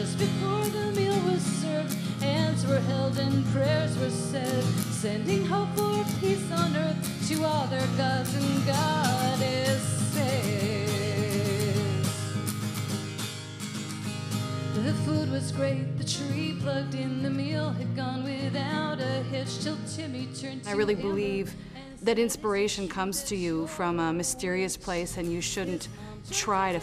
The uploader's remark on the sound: Homecoming/Family Weekend 2013. A favorite class that met in the concert hall. The large audience included alumni, students and their parents, local community members. Followed by a q&a session.